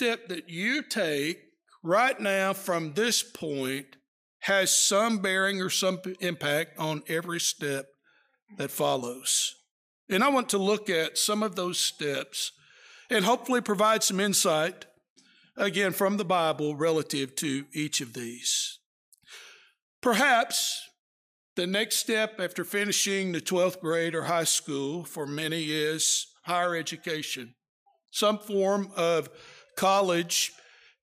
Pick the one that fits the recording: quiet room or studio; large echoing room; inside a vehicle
large echoing room